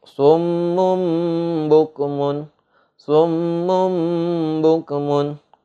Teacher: dimasukkan seperti huruf mim dan juga ada dengungnya disertai dengung nah itu adalah hukum daripada idgham jadi idgham memiliki huruf hanya hanya satu dan secara bacanya idgham itu adalah merubah bentuk aslinya. · Term: iklab